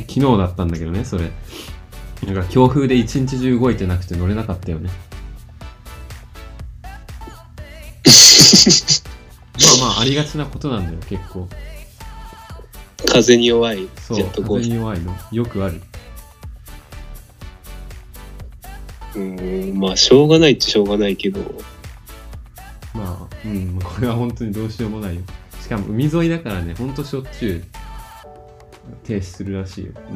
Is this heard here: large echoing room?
no